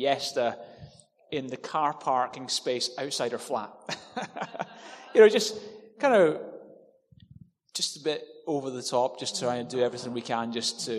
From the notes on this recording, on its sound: With live Q&A.